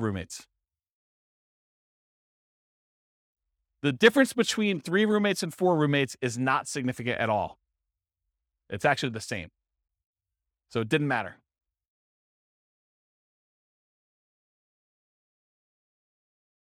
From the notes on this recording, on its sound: This was a live class recorded